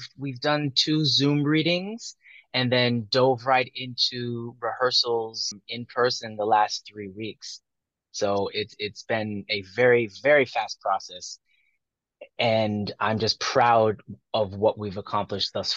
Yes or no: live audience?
no